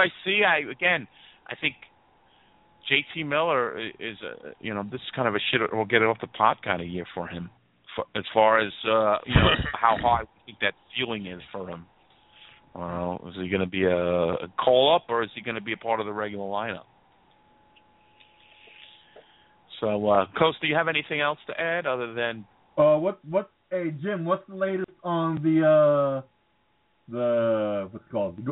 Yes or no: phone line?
yes